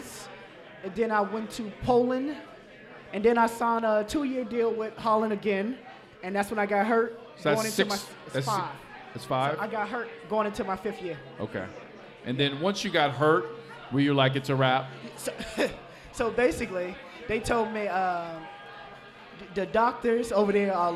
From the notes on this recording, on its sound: live at Mio's